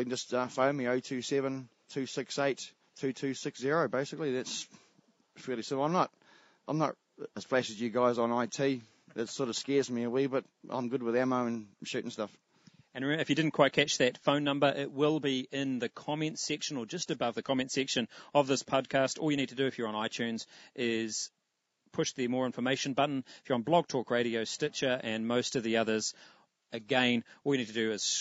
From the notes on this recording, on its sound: Recorded from a MaiMai somwhere in the king country